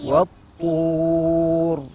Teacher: حرف الطاء من حروف التفخيم والاطباق